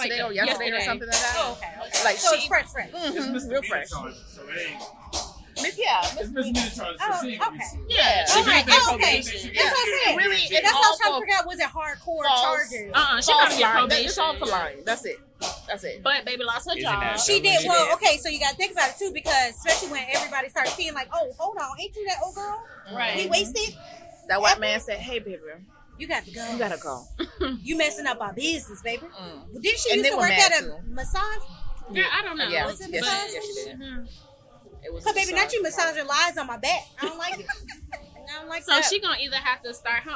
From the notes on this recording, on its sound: brought to you live from the MPN Podcast Stage